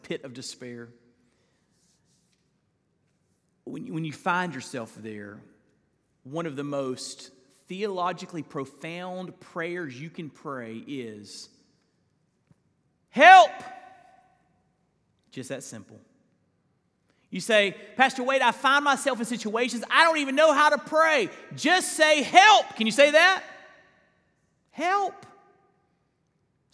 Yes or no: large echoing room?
yes